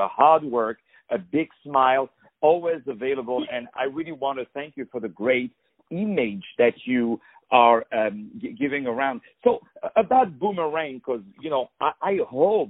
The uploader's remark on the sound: On the phone